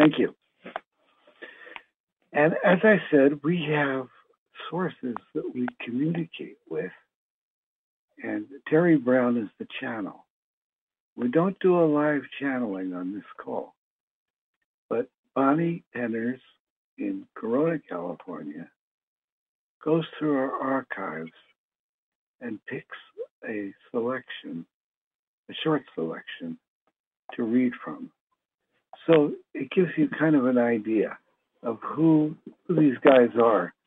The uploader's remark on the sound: Conference Call LIVE